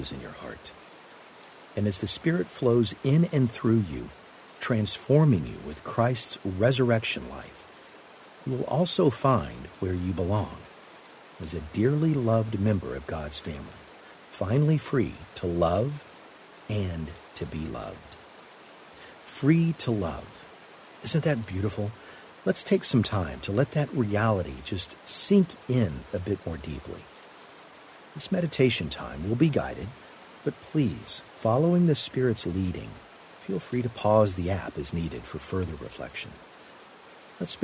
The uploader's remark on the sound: Relax to the sounds of rainfall.